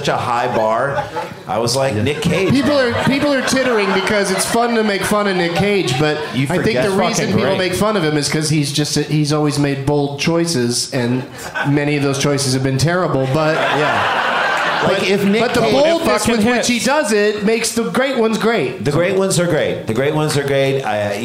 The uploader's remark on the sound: Live from Madison, WI